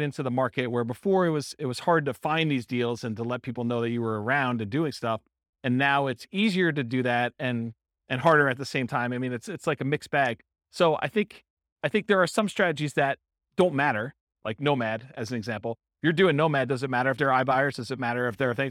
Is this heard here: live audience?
yes